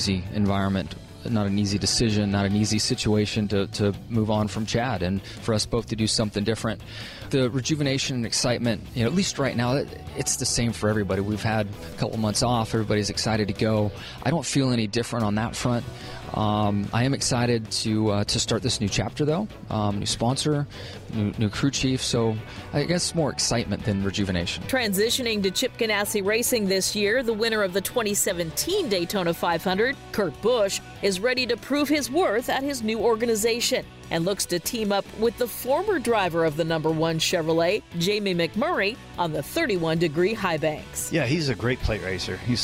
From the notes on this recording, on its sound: Live from Daytona Outback. Listen to our broadcast from Daytona Beach, Florida with the stars of NASCAR.